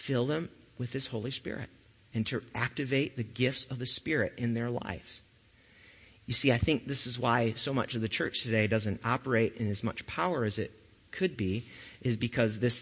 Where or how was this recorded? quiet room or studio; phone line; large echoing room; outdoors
large echoing room